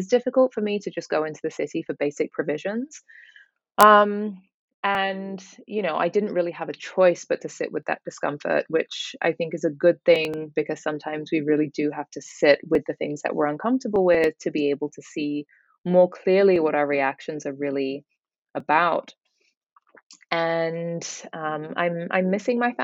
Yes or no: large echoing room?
no